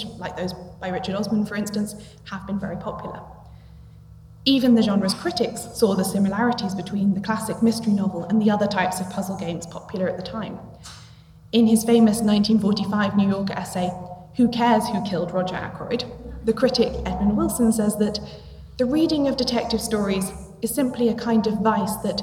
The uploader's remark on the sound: This live episode of Shedunnit was recorded at the 2022 International Agatha Christie Festival in Torquay.